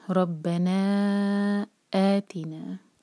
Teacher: Cut off sound حمزہ کا آنا ضروری ہے. ربنا آتینا، نا دو حرکہ، مد طبعی.